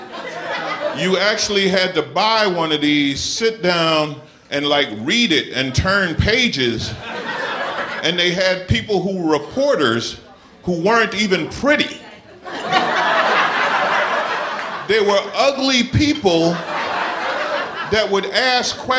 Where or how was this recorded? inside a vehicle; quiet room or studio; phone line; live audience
live audience